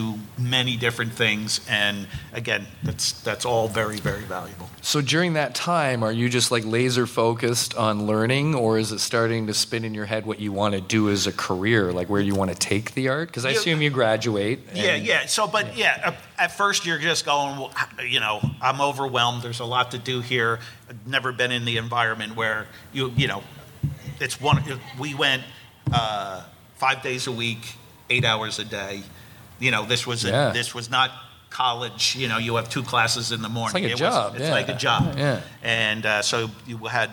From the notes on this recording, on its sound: A live chat from FanExpo Philly